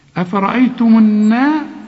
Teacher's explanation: يبقى النون والمد مرققين